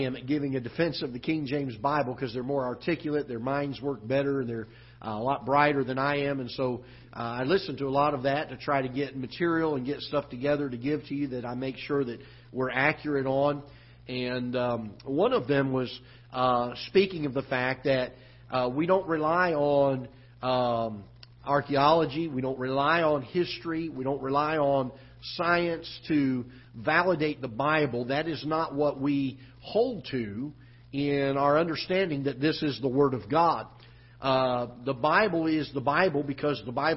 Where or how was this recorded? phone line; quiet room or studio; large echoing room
large echoing room